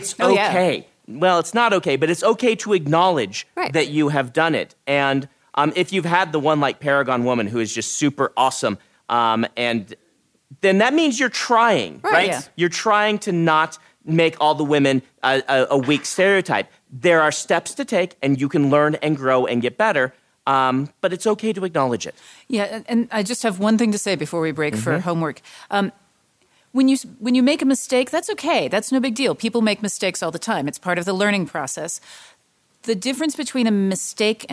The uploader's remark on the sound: Live-audience session. This episode was recorded live at LTUE.